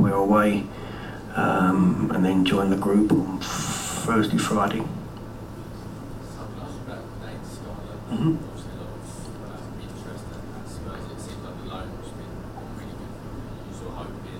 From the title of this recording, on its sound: PRESS CONFERENCE